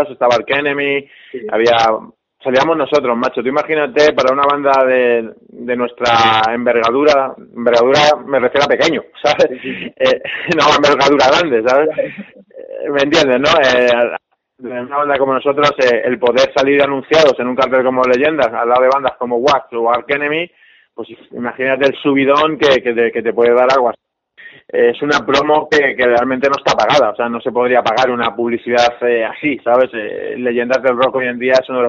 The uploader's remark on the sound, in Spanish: Entrevista telefónica